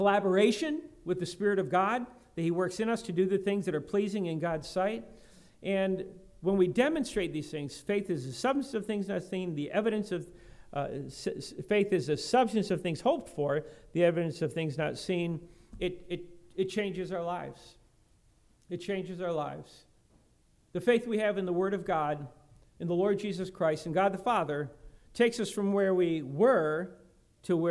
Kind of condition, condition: setting, large echoing room